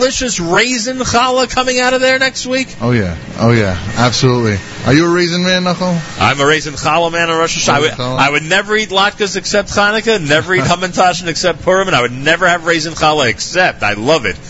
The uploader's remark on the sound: LIVE from Cedar Market in Teaneck, NJ